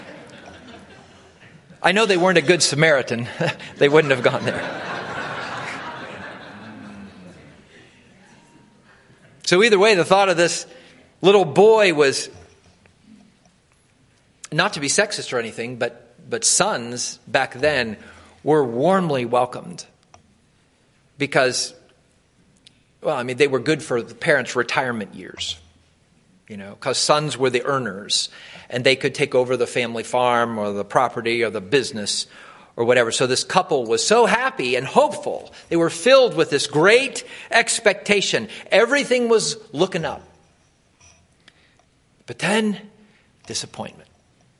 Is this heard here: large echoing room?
yes